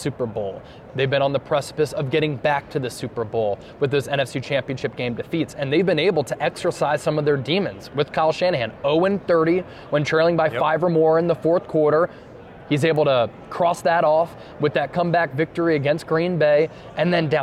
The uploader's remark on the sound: live from Radio Row in Las Vegas